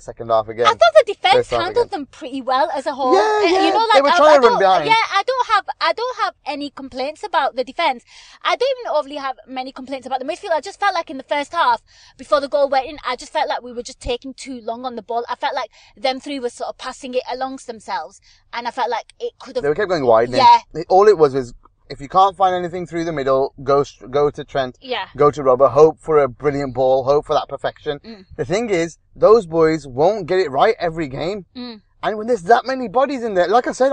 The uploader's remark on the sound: Post Match Car Pod